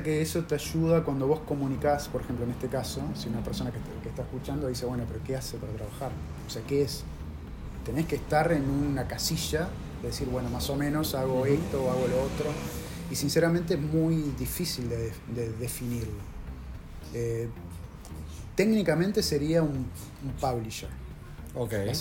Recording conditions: background noise